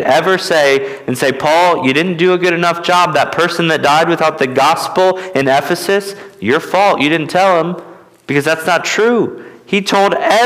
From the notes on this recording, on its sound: at Immanuel Baptist Church in Newton, KS